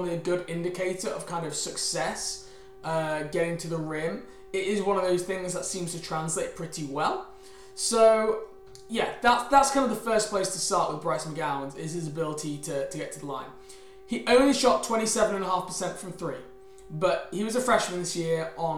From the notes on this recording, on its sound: LIVE Draft Show. Apologies for the minor humming background noise, we are unsure why this is. We found if you turn the volume down it's more manageable.